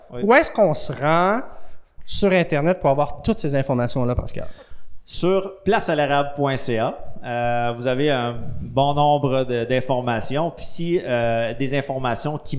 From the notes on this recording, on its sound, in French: Le premier épisode de la Virée a étéenregistré à la Distillerie Ste-Sabine.